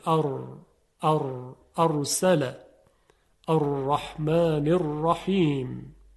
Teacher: برای تلفظ حرف ر یا را سر زبان به لثه دندونهای ثنایای بالا، دندونهای جلو برخورد میکنه و یک حالت تکرار و ارتعاش در سر زبان یا لرزش ایجاد میشه